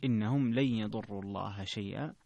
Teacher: هنا ترك الغنة في قوله لن يضروا، لن يضروا لخلف عن خلف.